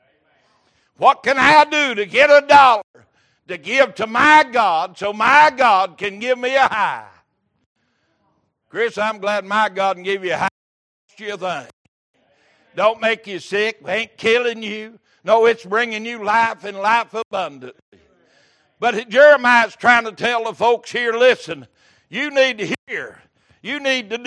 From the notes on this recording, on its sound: Wednesday Evening Service